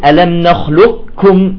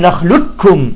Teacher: إذن هذا يسمى الإدغام الناقص، يعني ذهبت القاف وبقي صفة لها، صفة الاستعلاء · Shown in: first take